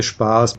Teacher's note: Also in Österreich sagen wir Spaß mit langem A.